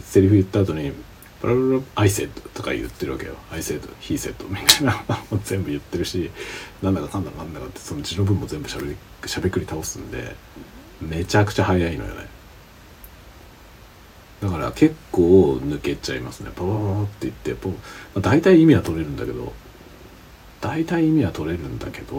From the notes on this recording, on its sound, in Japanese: 深夜の小声雑談。使用マイク：TASCAM DR-05X →失敗しててiPhoneのマイクで収録されてた。Stand.fm。